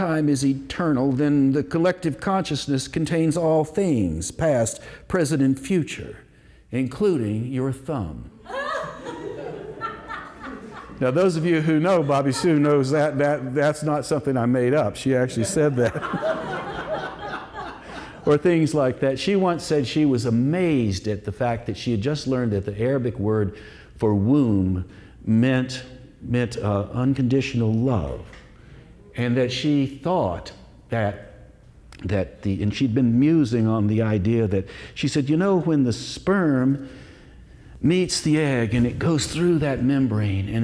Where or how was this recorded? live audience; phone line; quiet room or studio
live audience